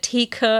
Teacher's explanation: Theke ist eine Pause drin, weil ich bei K nochmal den Luftstrom unterbreche und da meine Stimmlippen nicht schwingen